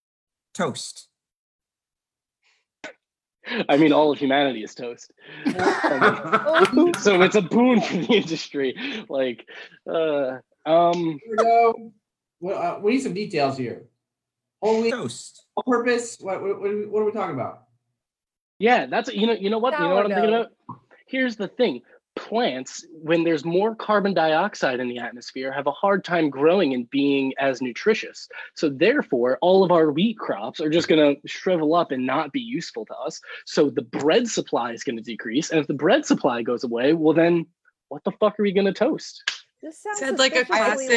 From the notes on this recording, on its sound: As I am sure you are aware, we are recording this special live show via Zoom, and so please bear with us as we figure out the kinks. Tonight we are joined by some friends of the show.